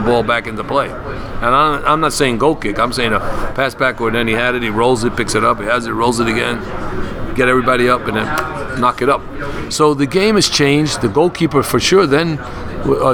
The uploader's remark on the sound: was recorded live last week at the United Soccer Coaches Convention in Kansas City